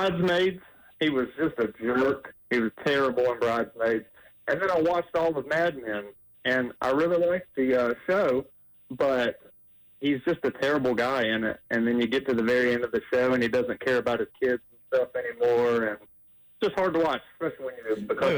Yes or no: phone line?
yes